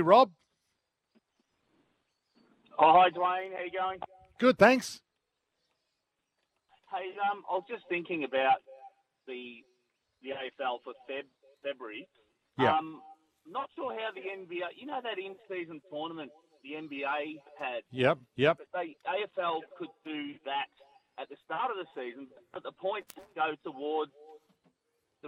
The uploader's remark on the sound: Live from the Sandy Links Golf Club! Live at the course.